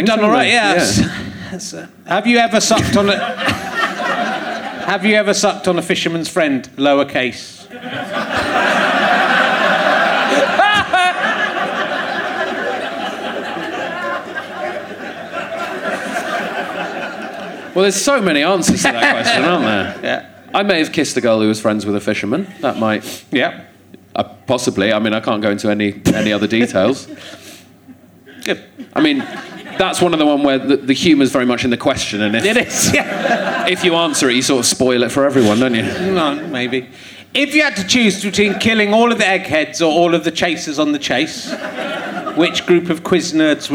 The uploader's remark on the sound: Leicester Square Theatre Podcast. Finds a woman in the audience who doesn't seem to know where she is. She continues to be bamboozled throughout the show.